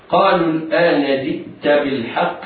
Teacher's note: لم الآن حكمها الإظهار القمري لوقوع الهمزة بعدها